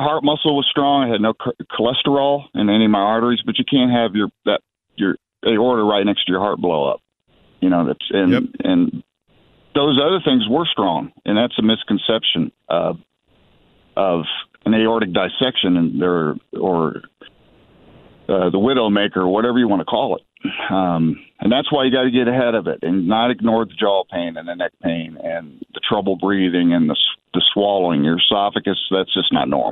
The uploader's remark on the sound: We open the phone lines for listeners to ask or state anything they want.